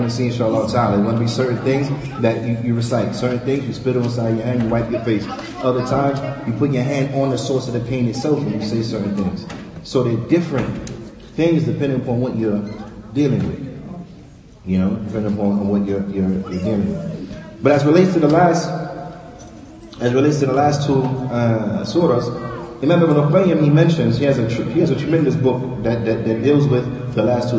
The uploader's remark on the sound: Lecture given at Masjid Nur Allah, Queens, NY